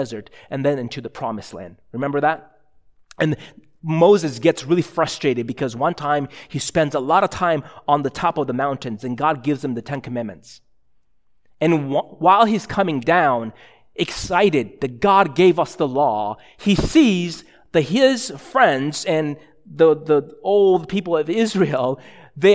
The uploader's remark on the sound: a sermon preached at ILOE Church in Bellevue, WA